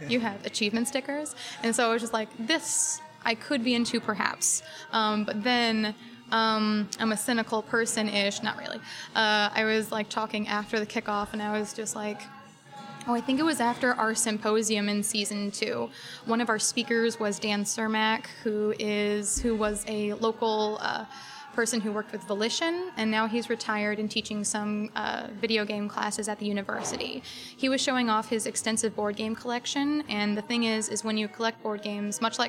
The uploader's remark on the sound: Recorded at our local coffee house (Espresso Royale at the Crossing if you must know)